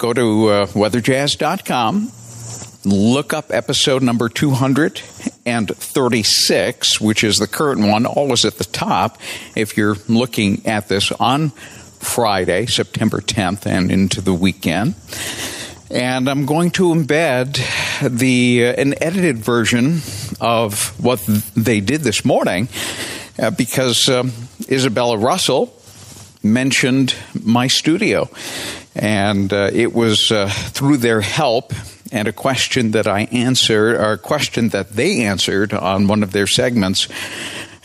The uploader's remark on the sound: An episode I recorded OUTSIDE with my portable "studio" so you could experience, first-hand, a fun audio program called "DeScript."